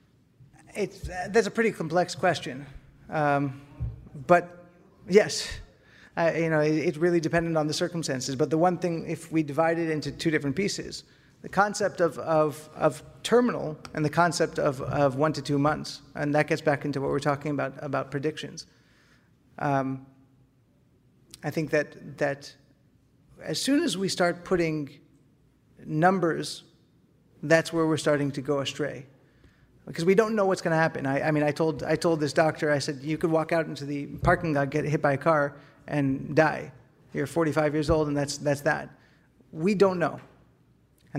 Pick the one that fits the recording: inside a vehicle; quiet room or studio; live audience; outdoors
live audience